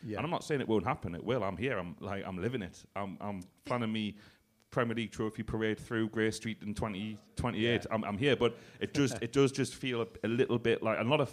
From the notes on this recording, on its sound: in front of a live audience.